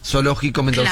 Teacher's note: Básicamente la S, la C y la Z suenan todas como S. · Term: ceseo